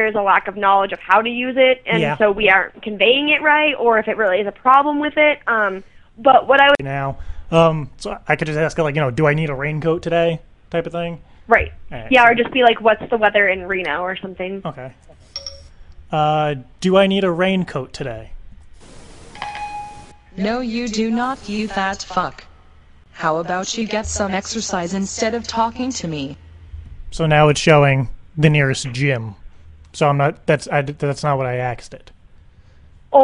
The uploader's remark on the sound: Prank calls an Apple Store saying Siri (The new apple iPhone 4S voice command feature) is not listening to what he is saying.